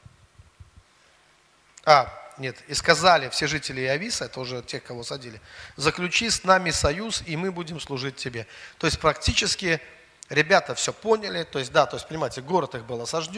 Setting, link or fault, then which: setting, large echoing room